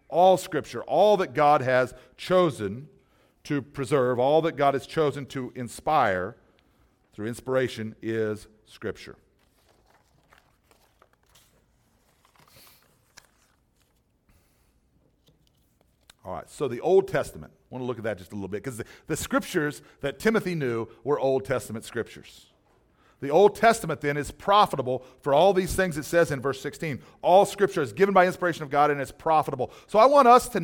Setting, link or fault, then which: setting, large echoing room